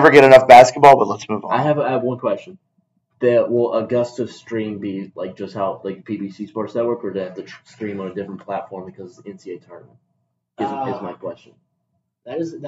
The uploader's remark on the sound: Apologies for the wacky audio quality!